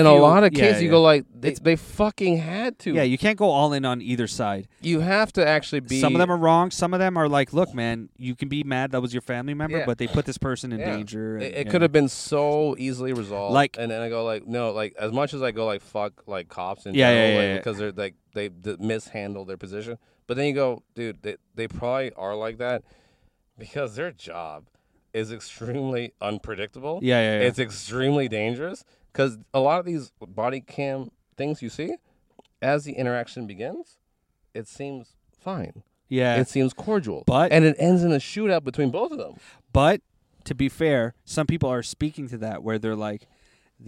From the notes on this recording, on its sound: In this carcast